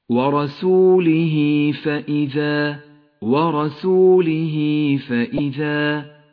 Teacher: هاء الضمير قبلها حرف متحرك وبعدها حرف غير الهمزة، تمد إشارة الصلة بمقدار حركتين · Term: مد الصلة الصغرى